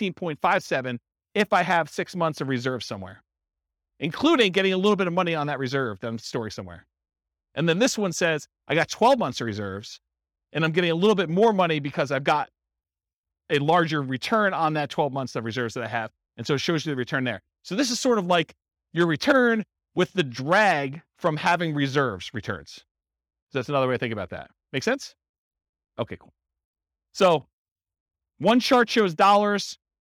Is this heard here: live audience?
yes